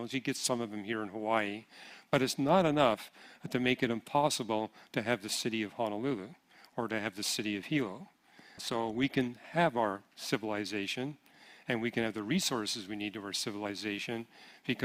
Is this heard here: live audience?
yes